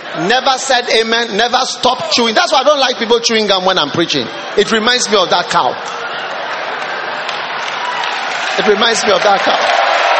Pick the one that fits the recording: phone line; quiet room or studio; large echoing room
large echoing room